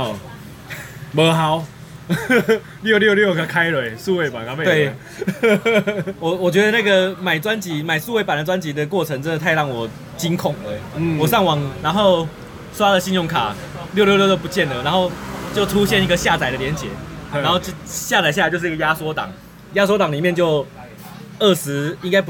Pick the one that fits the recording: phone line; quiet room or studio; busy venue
busy venue